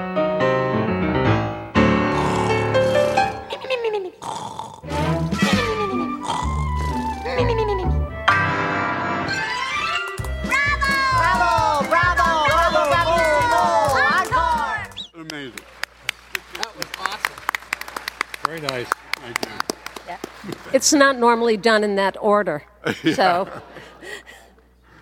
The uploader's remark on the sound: Panel audio from WonderCon 2023. Members of the audience ask some burning questions and the panelists provide some hilarious answers.